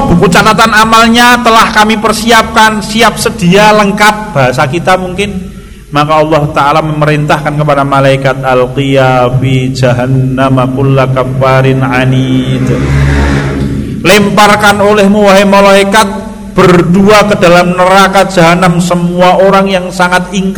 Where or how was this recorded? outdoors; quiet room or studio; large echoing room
large echoing room